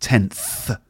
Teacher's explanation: Try not to say tenth, like with a F sound. It's not an F sound, it's a th sound. That's your tongue and your top teeth. Th, not f like Friday, but th like Thursday.